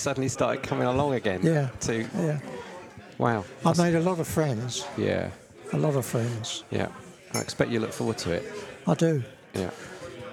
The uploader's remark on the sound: Part two was recorded in The Grainstore, Oakham, Rutland, during the December Rutland AFBC meeting